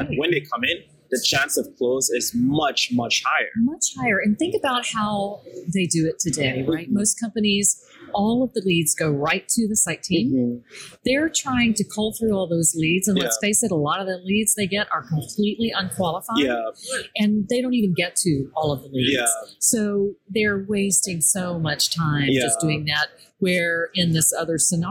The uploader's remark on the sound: LIVE AT NAA